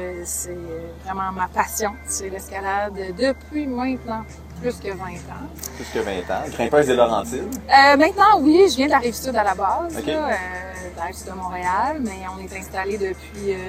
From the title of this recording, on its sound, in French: live de Ten Sleep Brewery